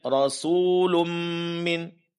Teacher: tanwin bertemu dengan huruf mim, ini dengung idgham bi gunnah